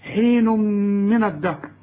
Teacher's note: التنوين بعده ميم، ادغام بغنة